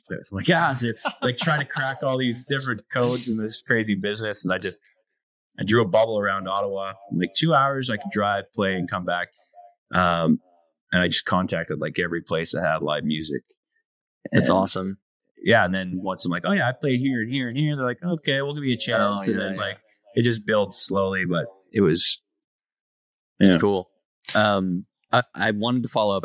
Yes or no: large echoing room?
no